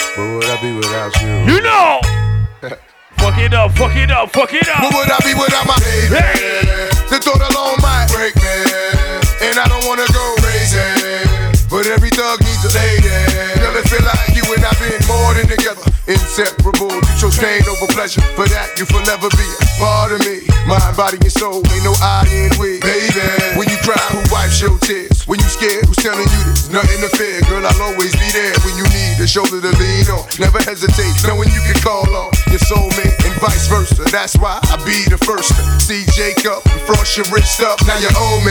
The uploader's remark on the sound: Live at Medusa. A series where I drop my latest live sets for you to enjoy. As I got into the DJ booth. Plugged in, pressed record and did my thing.